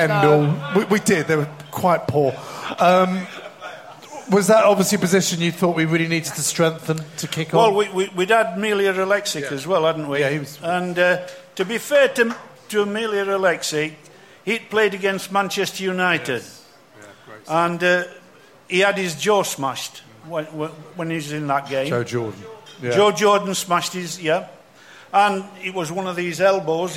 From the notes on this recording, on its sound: The eighth live show